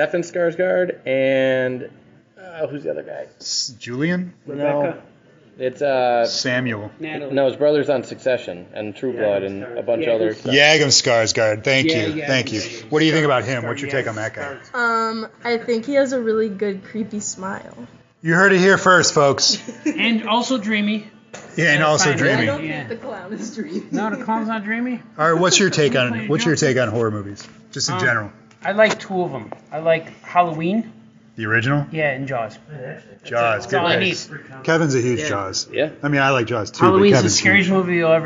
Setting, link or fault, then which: setting, busy venue